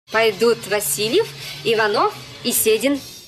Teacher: Вопросов нет. И также ИК-3 оформляет неконечную синтагму, может быть, в паре с ИК-1, когда сначала идет ИК-3, неконечная синтагма, а потом ИК-1, синтагма конечная.